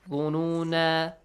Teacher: So the rule says that this alif ظنونا، when you stop at this alif, you stretch the sound, make it alif maddi. ظنونا. Alright.